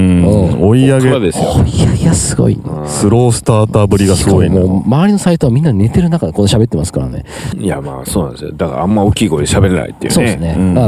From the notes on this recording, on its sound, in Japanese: 収録場所 宝船温泉ファミリーキャンプ場。深夜収録。収録場所 宝船温泉ファミリーキャンプ場 滋賀県。ショートトークでつないで収録。